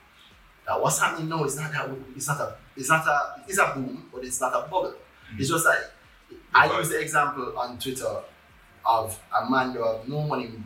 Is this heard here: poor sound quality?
yes